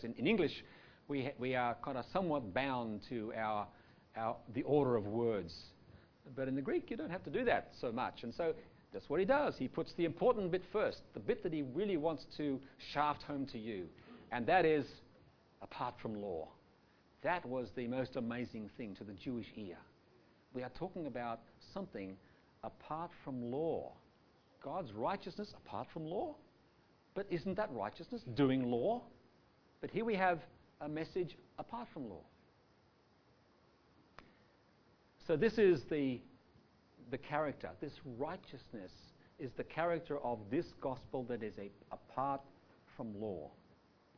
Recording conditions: live audience